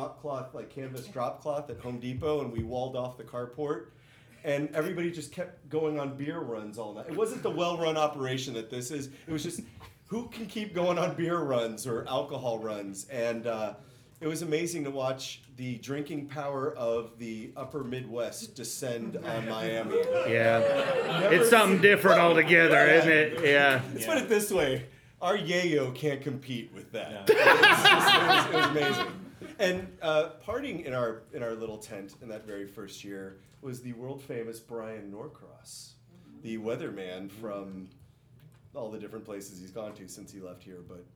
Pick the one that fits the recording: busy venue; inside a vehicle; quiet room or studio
busy venue